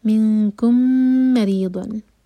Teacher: فمن کان منکم، یہاں پر بھی کیف کے لیے زبان تیار، منکم مریضن، میم اور میم مل رہے ہیں، تو یہ ہے ادغام شفوی، میم کو ہولڈ کریں گے